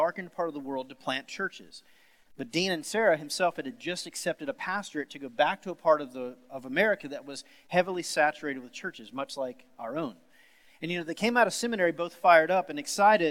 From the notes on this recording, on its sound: Sermon series at The Fellowship in Nashville. Recorded live on August 23, 2020.